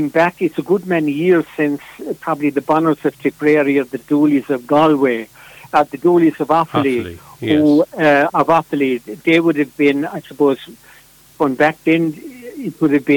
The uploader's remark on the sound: Joined on the phone by Ogonnelloe correspondent.